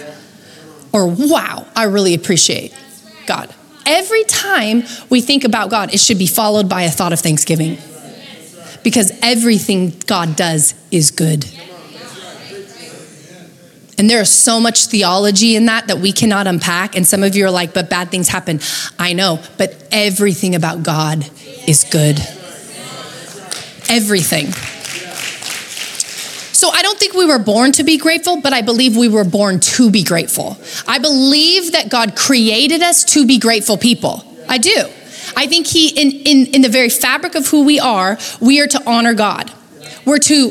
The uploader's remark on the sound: Recorded live at Capital Church in Meridian, Idaho